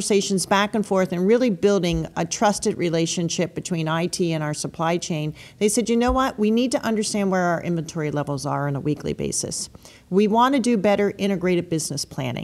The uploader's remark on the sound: Recorded live at SAPPHIRE NOW 2017.